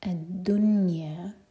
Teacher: Make sure کہ نون پر کسرہ کی آواز نہ ہو، نون پر ہے سکون اور یہ ایکسیپشنس میں سے آتا ہے، ورنہ نون ساکن کے بعد جب یا ہوتی ہے تو ہم کرتے ہیں ادغام غنہ کے ساتھ، لیکن اس ورڈ میں نہیں.